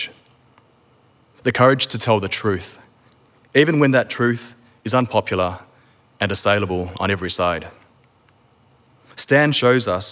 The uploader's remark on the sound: Live Recording. In Melbourne for one night only.